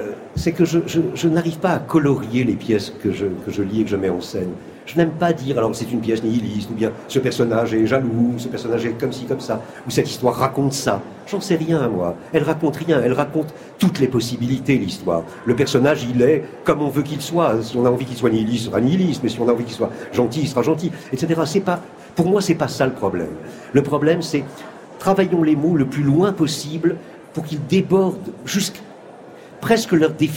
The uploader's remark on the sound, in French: C’est en direct depuis le Salon du Livre à Paris que nous ouvrirons notre émission.